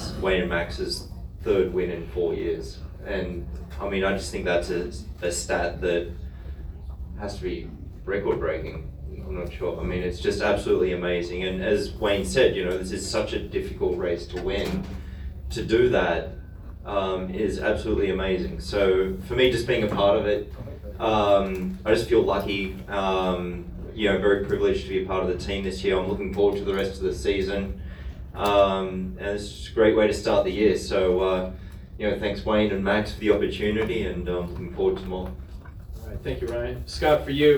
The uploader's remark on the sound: Live from Daytona